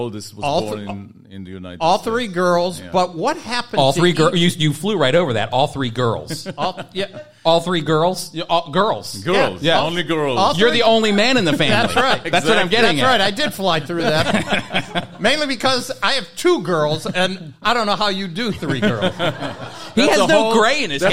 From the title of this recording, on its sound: with a live studio audience